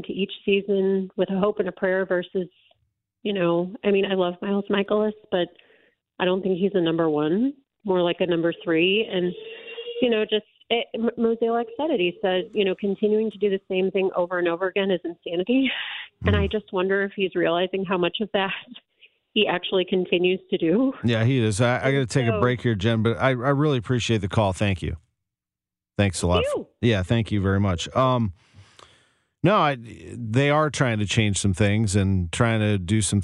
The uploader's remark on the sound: Opens up the phone lines to discuss all things Cardinals, providing fans with a platform to air their grievances.